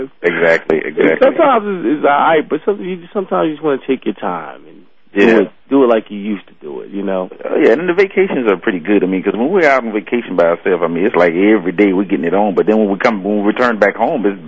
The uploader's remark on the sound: they will be taking listener phone calls